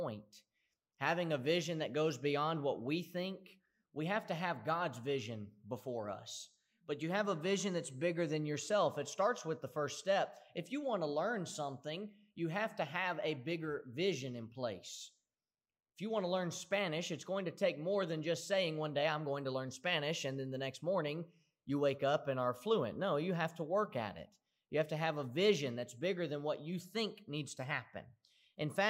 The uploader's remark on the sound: Preached at the Somerville Church of Christ in Somerville, TN on Sunday, August 30, 2018.